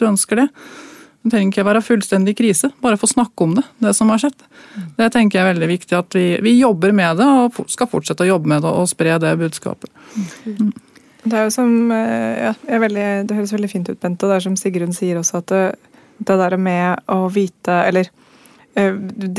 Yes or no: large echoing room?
no